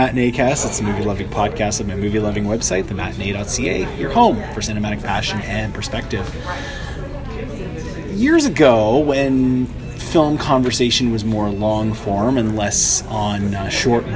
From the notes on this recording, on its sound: We’re back outside for the first time in six months or so. There were people around, there were distractions, there was traffic…and through it all, a nifty little show emerged! He then sat down for a coffee to talk about his budding film love on-mic.